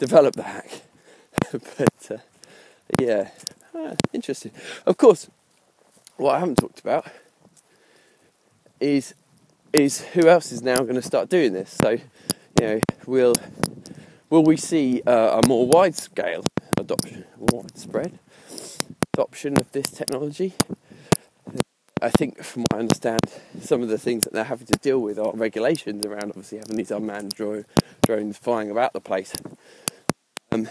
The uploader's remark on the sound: Apologies for the shocking sound quality on today's podcast. Unscripted, unedited, ad-hoc information security podcast recorded while walking the dog.